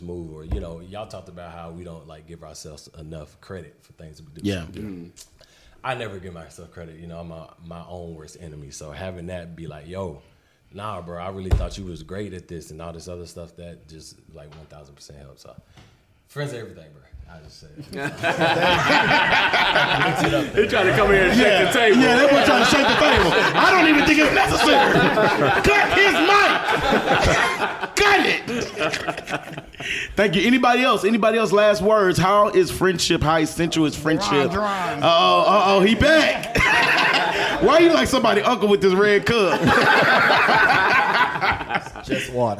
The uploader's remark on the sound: Chattanooga, TN. First recording in front of a live audience!